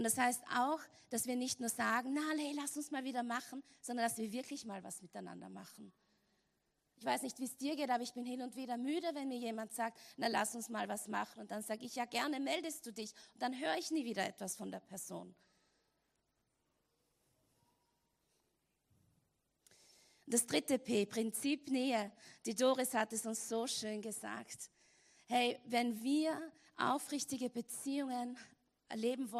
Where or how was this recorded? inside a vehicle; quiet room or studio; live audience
live audience